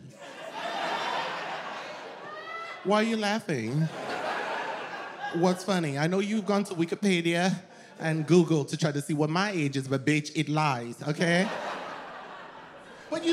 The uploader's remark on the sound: In her debut standup show. Unexpected audience interactions.